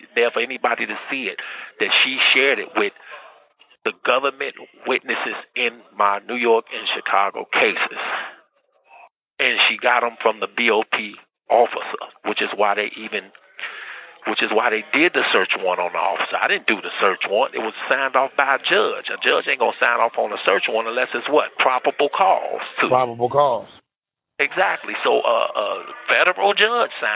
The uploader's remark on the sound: LIVE PHONE CONVO